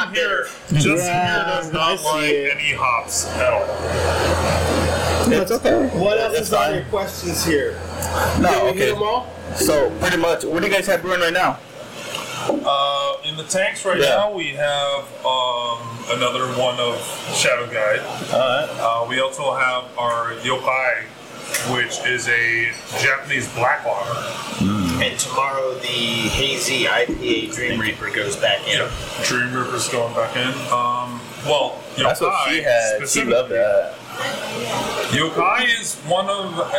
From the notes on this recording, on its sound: For the first time, we recorded a show at a brewery, Voodoo Child Brewing Company.